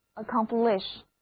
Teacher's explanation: 第二个音节是重读音节